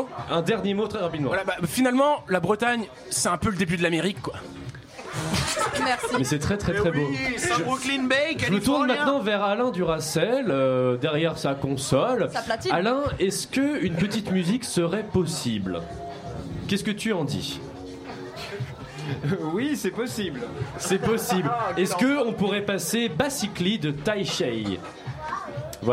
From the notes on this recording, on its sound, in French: Émission enregistrée en direct du bar "Les Cochons Flingueurs". Aux Cochons Flingueurs à Saint-Quay-Portrieux.